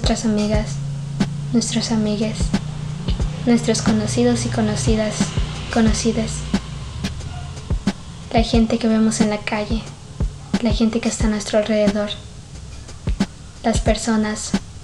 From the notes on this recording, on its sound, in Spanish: Pido disculpas por el ruido externo, pero como por el momento no puedo permitirme costear canceladores de sonido, tendran que convivir con ustedes mientras escuchan este episodio.